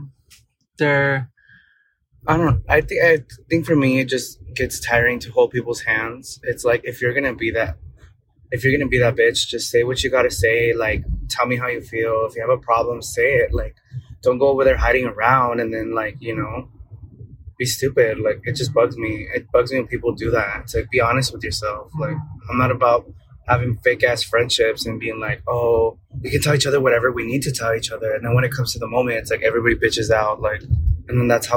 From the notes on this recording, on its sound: Join us as we venture out the studio and take you for a ride in our car. As we drive, we hit record.